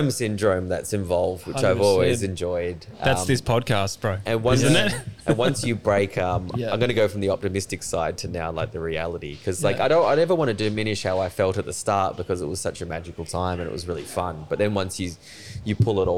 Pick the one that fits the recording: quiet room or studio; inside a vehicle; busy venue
busy venue